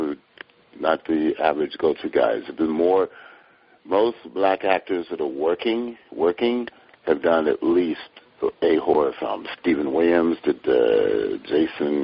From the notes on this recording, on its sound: sits in on a phone conversation